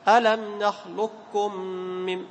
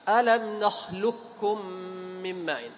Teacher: بالإدغام الناقص، ذهاب الحرف وبقاء الصفة، بقاء صفة استعلاء القاف · Shown in: first take · ألم نخلق، لاحظ ألم نخلقكم من، هذا إيش؟